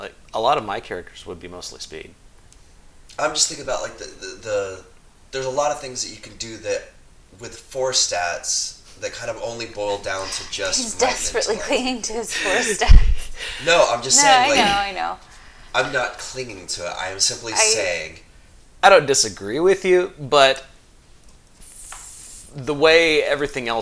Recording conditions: background noise